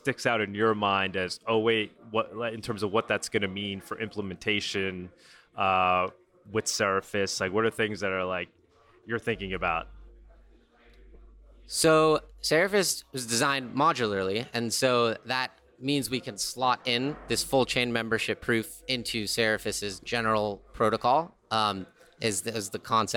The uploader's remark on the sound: LIVE at MoneroKon23. From MoneroKon23 in Paralelni Polis, Prague!